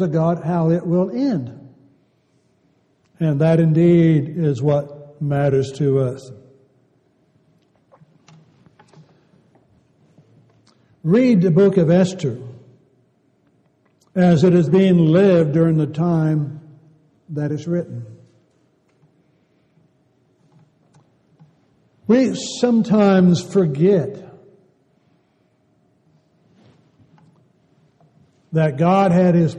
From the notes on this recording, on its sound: Downtown Church Of Christ Audio Sermon